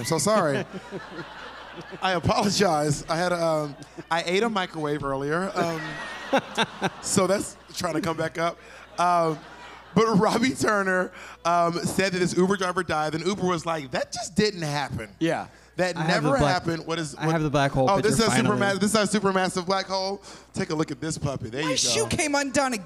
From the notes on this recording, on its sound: Live.